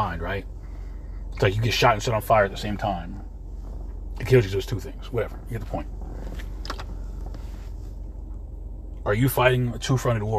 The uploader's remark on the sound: In this CarCast